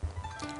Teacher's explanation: the tones there are second and first · Term: second tone, first tone